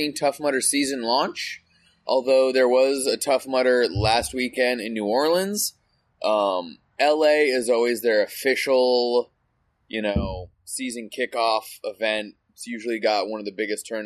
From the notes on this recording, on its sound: this episode was recorded LIVE from my backyard